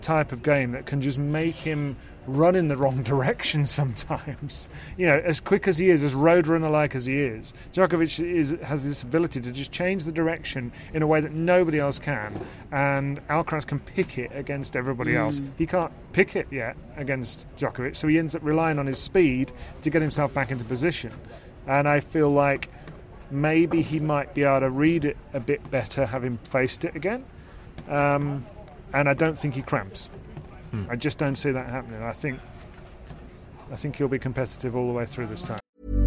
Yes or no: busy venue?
yes